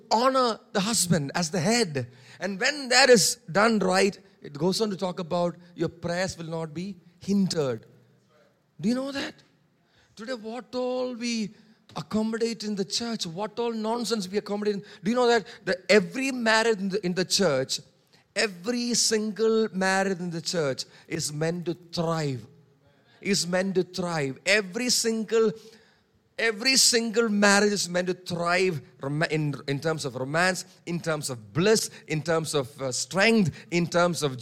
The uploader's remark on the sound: preached on 19 March 2023 at Revelation Church